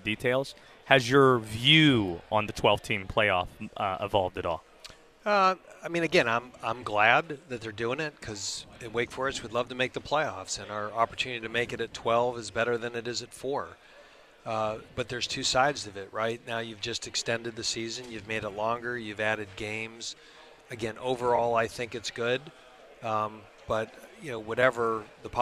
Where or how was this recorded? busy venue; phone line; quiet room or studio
busy venue